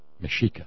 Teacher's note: They called themselves the Mexica, with an X making the SH diphthong